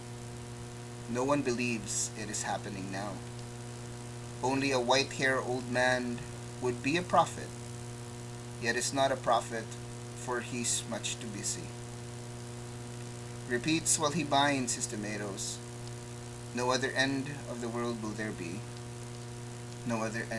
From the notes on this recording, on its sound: Apologies in advance for the audio static.